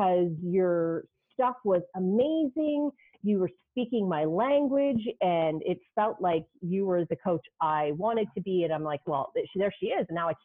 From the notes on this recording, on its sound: I know the sound sucks at the beginning...it gets MUCH BETTER around the 1 min mark and even better shortly after that.